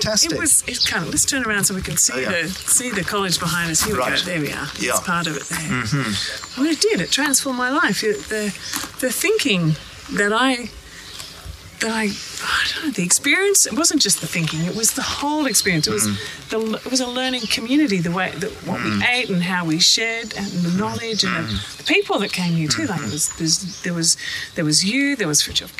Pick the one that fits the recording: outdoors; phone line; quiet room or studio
outdoors